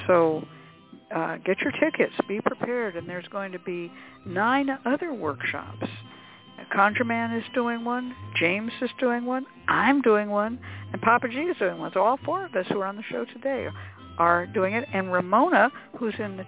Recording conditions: phone line